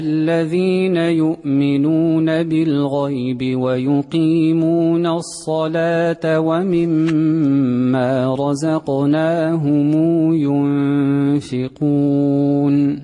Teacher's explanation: رقق اللام من الصلاة